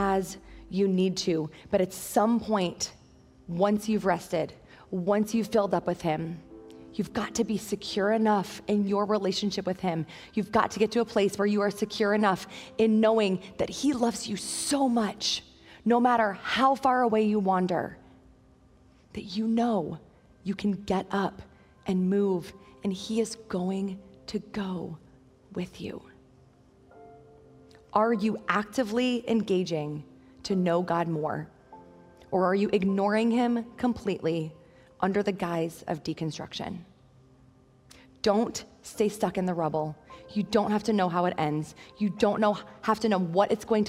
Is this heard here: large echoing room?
yes